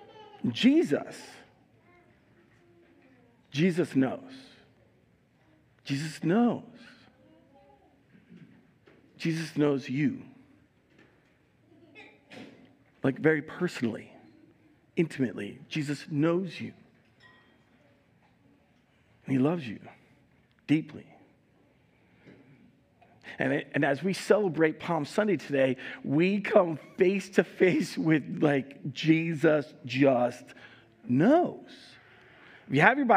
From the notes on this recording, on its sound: Recorded live at Word of Life Church in Le Sueur, Minnesota on April 10th, 2022